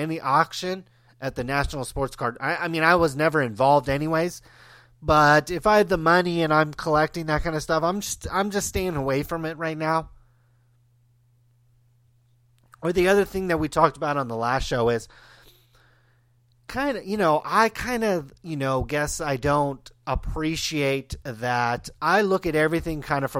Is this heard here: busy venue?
no